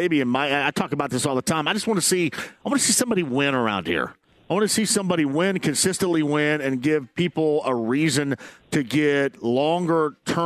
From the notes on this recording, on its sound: Live From Harrah's Hoosier Park. He also takes some phone calls about the loss to Cleveland. He then opens the phone lines back up and takes more calls from Colts and Pacer fans!